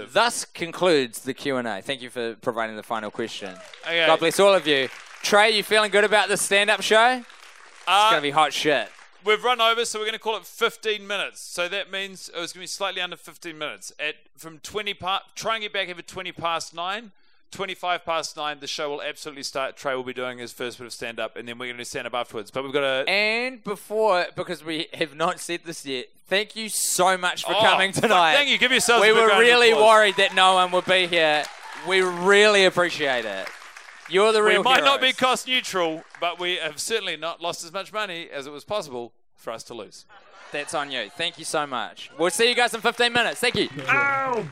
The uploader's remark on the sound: Recorded live at The Children's Creativity Museum in front of a live audience.